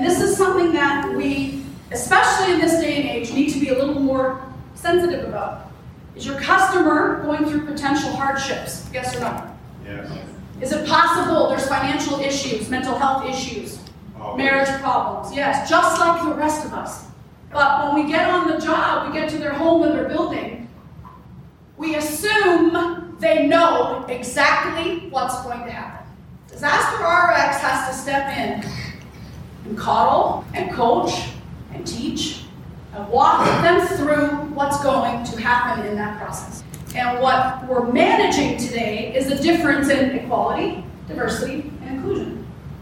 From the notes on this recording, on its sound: We sit in on her classroom at DKI-Disaster RX in Kingston